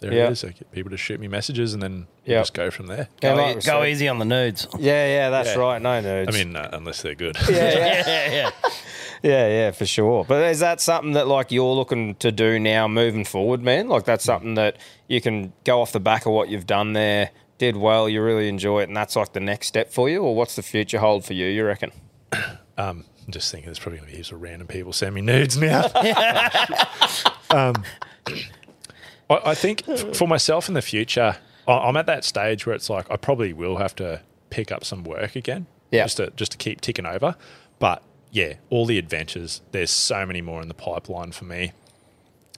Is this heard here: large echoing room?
no